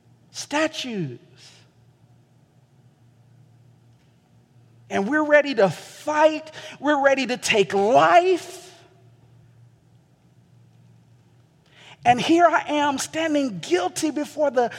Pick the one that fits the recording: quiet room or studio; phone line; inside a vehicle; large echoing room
large echoing room